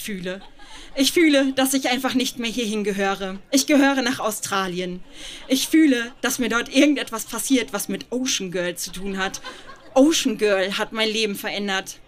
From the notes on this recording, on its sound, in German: Ausschnitte aus der Veranstaltung auf dem Flux Bergfest 22.08.2018 im FluxBau, Berlin. Liveshow auf dem Flux Bergfest 22.08.2018 im FluxBau, Berlin. Heißen Dank an den FluxFM, unser tolles Publikum.